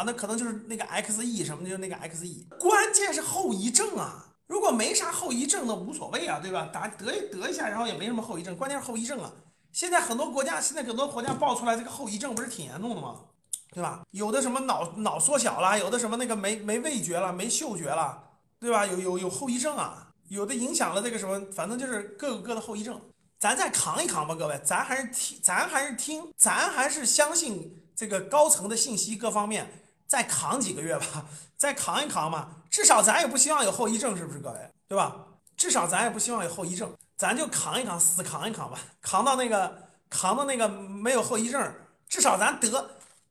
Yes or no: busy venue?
no